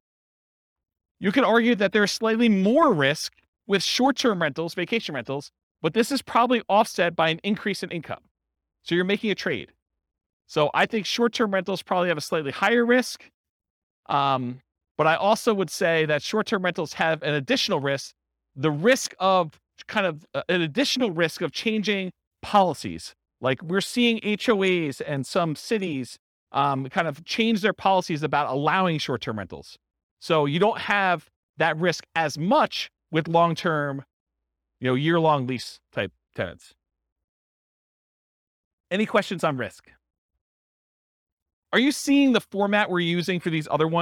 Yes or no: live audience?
yes